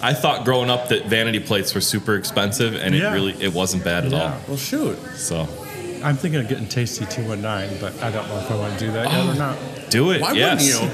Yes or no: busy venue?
yes